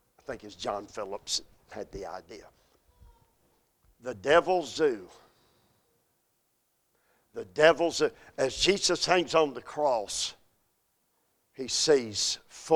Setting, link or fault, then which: setting, large echoing room